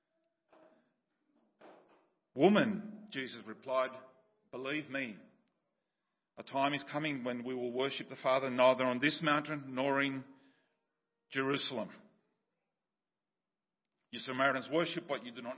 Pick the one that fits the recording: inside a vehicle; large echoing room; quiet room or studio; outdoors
large echoing room